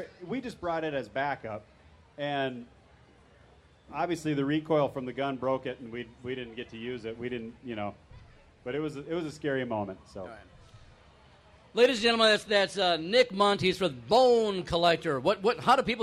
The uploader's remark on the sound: The 4 Outdoorsmen: State Fair Special. In this episode we broadcast live from the Minnesota State Fair.